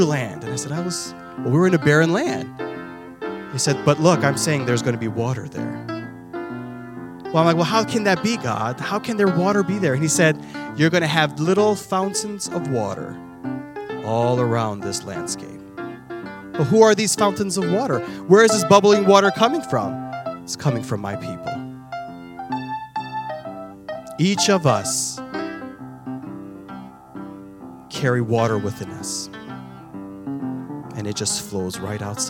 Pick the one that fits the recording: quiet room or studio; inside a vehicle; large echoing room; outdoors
large echoing room